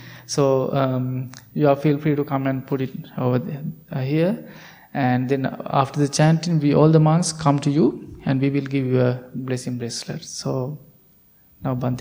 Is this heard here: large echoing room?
yes